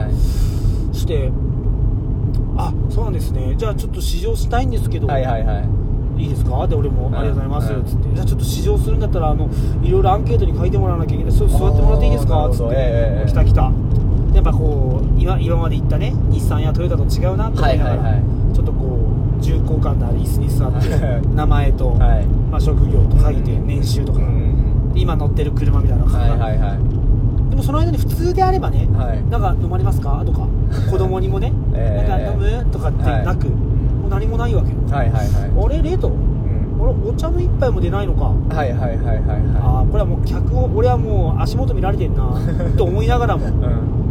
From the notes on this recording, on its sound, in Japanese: いつもの営業車の中で